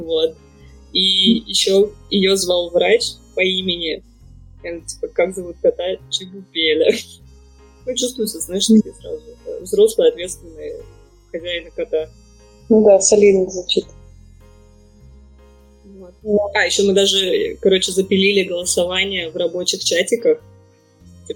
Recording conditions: poor sound quality